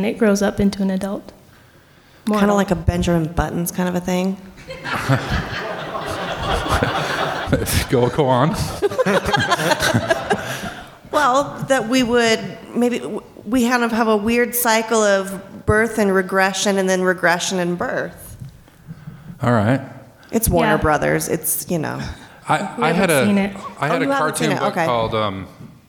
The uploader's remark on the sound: This is the live recording on stage at the Salt Lake Downtown library recorded 4/15/12.